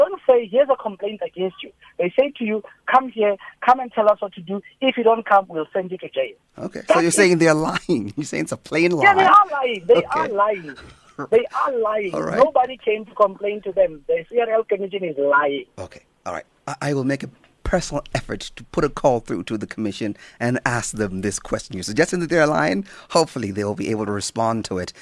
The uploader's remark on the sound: Guest in studio. Guest on the phone.